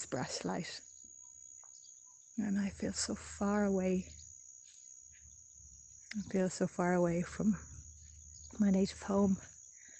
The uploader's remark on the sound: Lives in Brazil and she recorded in the forest by her home.